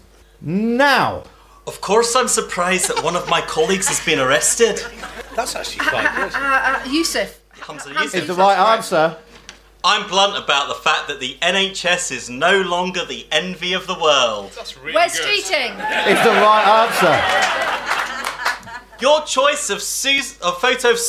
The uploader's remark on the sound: In front of a live audience in London.